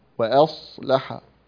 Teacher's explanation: فخم الصوت قليلا، قل وأصلح، لكن لا تجعل اللام تتأثر ب، لأنك تقرأ الآن على رواية حفص، فلا تجعل اللام تقرأ على رواية قالون. · Term: فخم الصاد